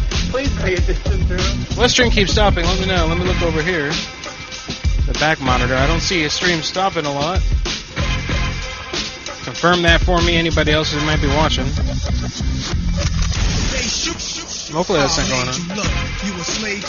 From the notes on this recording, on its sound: Prank Phone Calls